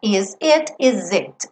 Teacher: Esse S ganha o som de Z porque eu vou ligar numa vogal